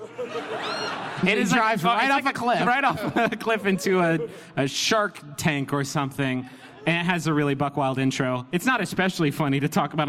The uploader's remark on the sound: this one's actually from our performance at PodCon 2017 in beautiful, foggy Seattle!